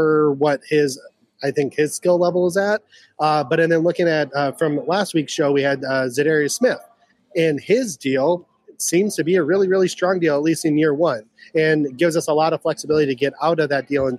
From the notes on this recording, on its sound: On today's live show from Lake Monster Brewery in St. Live at Lake Monster Brewing.